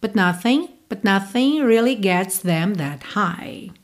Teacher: E esse but quase não aparece